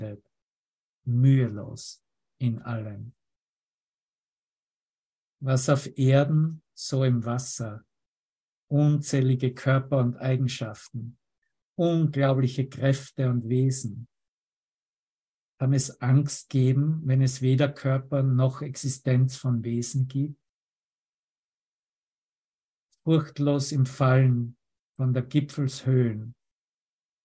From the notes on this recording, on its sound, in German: Zoom-Session. Veranstaltet von der Aleph Akademie.